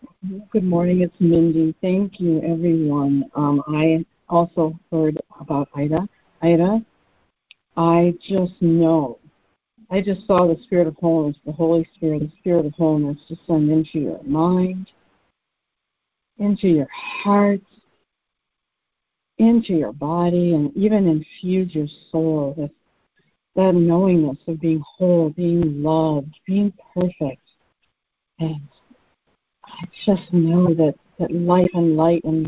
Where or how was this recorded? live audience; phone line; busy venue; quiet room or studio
phone line